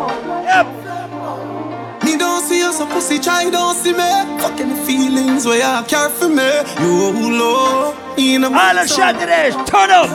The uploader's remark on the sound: Live audio recording of my set at island saturdays on oct 23rd